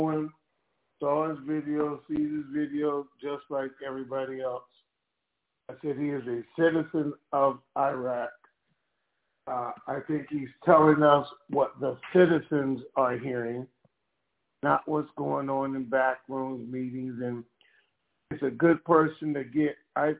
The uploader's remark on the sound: TNTSuperfantastic Conference Call.